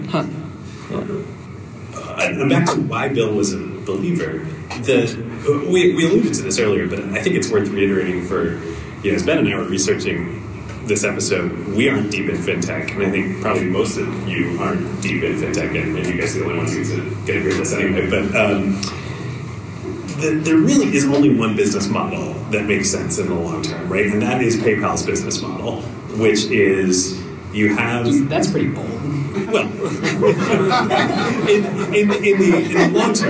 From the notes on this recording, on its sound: Our first-ever SF live show. In front of a packed house. Note: the audio quality is a little rough due to some A/V issues at the live show.